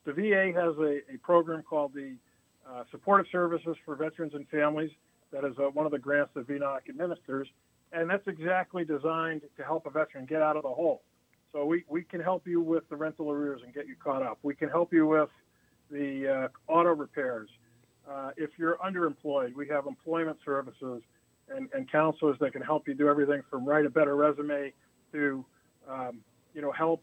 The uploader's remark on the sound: joined via telephone